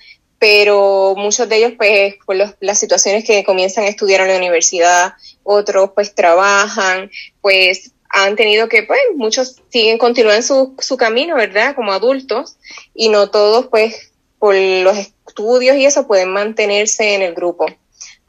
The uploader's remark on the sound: Held a Zoom call with a Sea Scout Ship in Puerto Rico. This entire interview is in Spanish.